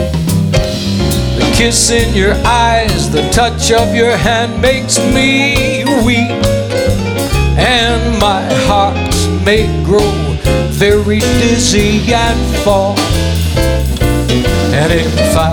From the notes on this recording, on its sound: Live at the SouthPoint Casino